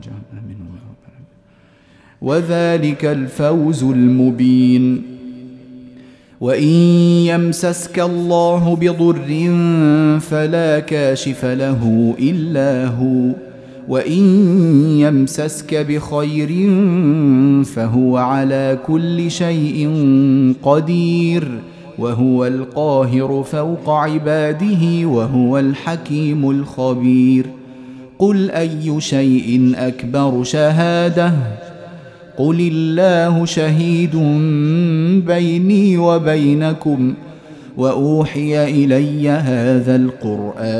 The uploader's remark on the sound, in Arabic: تسجيل مجمع من صلاة التراويح - مسجد السلام بجدة